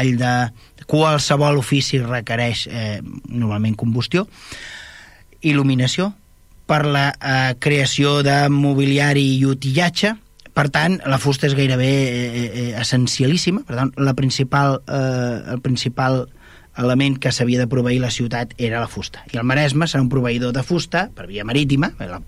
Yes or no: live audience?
no